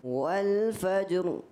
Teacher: جو را ساکن کو پر آپ نے کیا والفجر میں